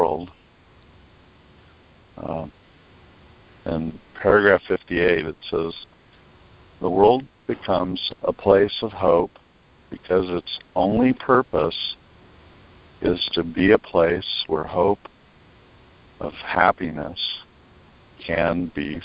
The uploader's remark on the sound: ACIM Daily TEXT Conference Call.